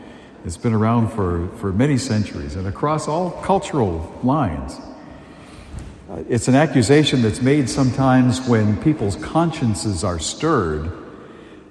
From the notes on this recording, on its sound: A homily delivered at Holy Family Parish in Amesbury, Massachusetts, on February 18, 2023.